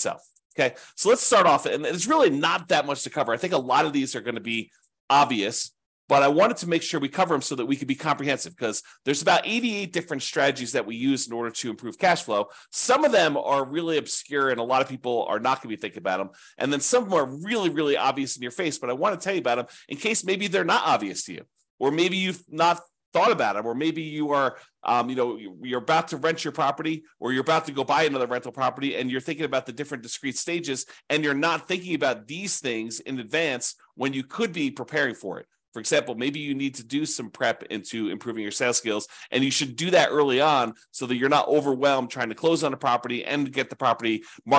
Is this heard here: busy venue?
no